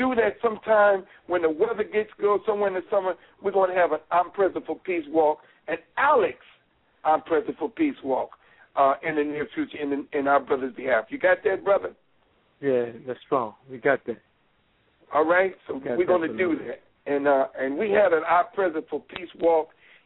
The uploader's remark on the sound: Members call.